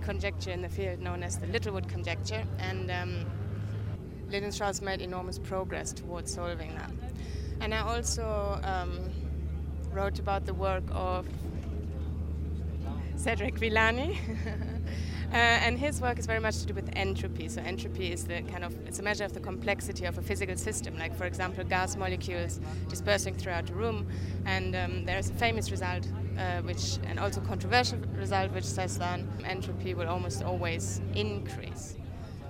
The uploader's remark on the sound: Day 2 at ICM. We're at the massive conference dinner.